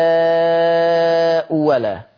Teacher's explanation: هتبدل الثانية واو لأن الأولى مضمومة